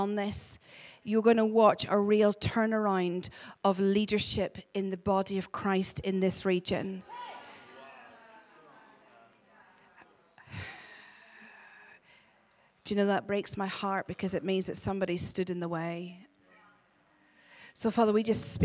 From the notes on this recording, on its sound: Glasgow Prophetic Centre hosted by AsOne at Heaton Baptist Church